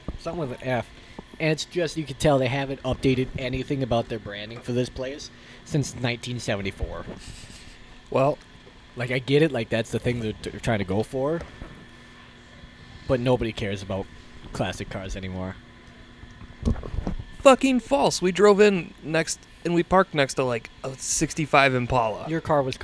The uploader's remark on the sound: Live at A&W